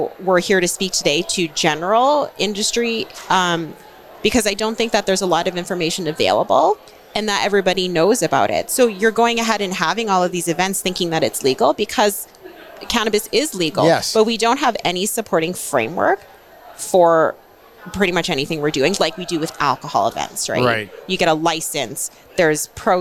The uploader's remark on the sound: This podcast episode was recorded live at GO WEST® 23 and produced by Road 55 . GO WEST®, Canada's Event For Event Professionals.